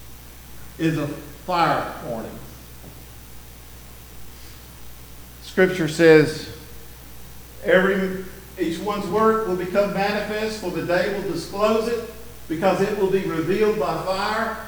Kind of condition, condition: setting, large echoing room